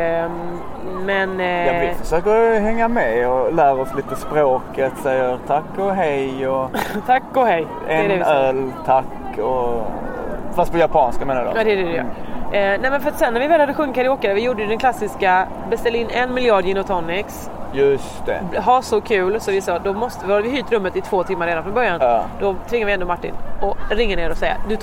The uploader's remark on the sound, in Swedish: Vi är i Tokyo, sumimasen för att ljudet är så kantat av asiater som talar sitt vackra språk rätt in i örat. Jag har blivit jätteförkyld så det är inte mycket kul ni får ur mig.